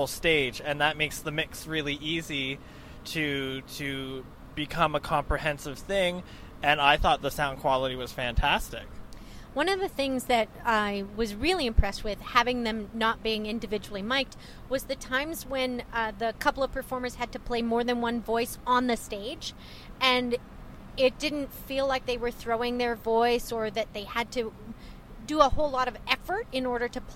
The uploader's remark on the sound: Post Avenue Q debrief on the 401